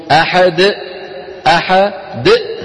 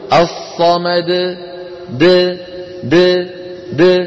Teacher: يباعد بين طرف لسانه ومخرج الدال ويبقى الحلقوم مفتوحا ولا ينقفل الوتران الصوتيان · Shown in: second take · وإلا يكون قد زاد في القرآن حرفا من حيث لا يشعر.